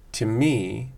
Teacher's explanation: So it's a fronted ooh, very fronted ooh.